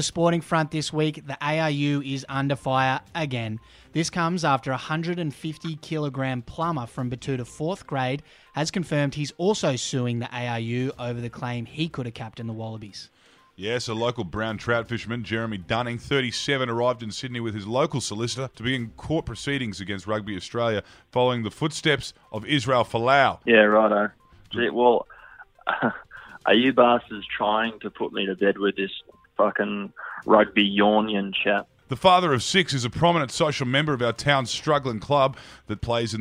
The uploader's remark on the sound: phones in from Berlin